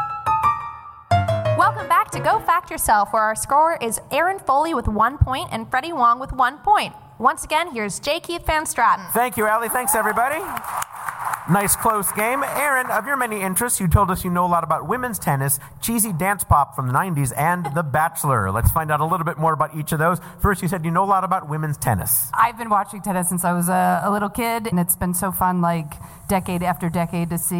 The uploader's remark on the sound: Recorded earlier this year in front of a live audience at the Angel City Brewery! The show was recorded from the Angel City Brewery in downtown Los Angeles, by our live sound engineer.